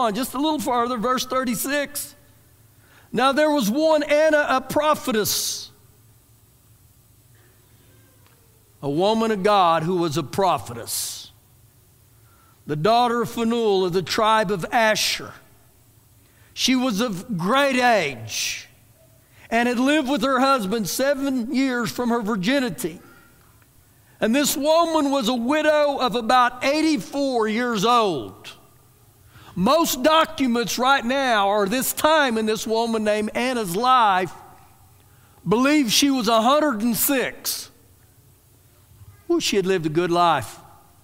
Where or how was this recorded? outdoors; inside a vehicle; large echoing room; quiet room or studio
large echoing room